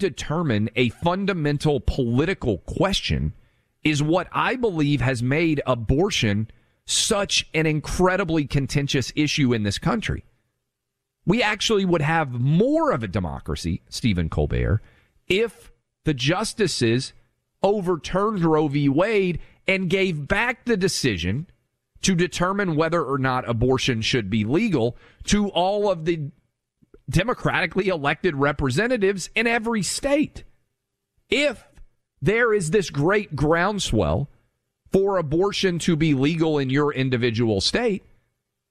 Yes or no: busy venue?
no